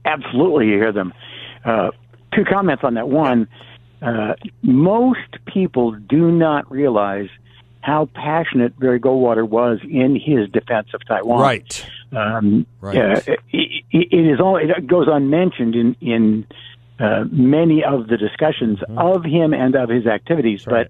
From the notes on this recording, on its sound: by phone